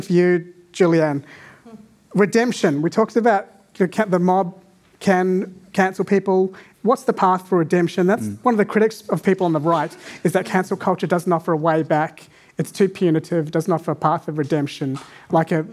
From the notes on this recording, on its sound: Recorded at The Parley Debate Event in July 2023